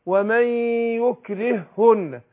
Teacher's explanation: هي هائين لكن انا بنطقها هاء واحدة، بضغم الاولى في الثانية لان الاولى ساكنة والثانية ايه متحركة. · Term: ادغام مثلين صغير